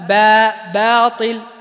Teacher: ثم قال باطل، أيضا باطل، احذر تفخيم الباء والألف التي بعدها لمجاورة الطاء